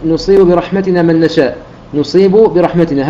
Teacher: والسبب في ذلك هو أن الإشمام لابد أن يكون فيه إشارة بالشفتين بالضم، ونجد أن هذه الحروف الباء والميم كلاهما يخرجان، أو هذان الحرفان كلاهما يخرجان من الشفتين · Term: إدغام باء في باء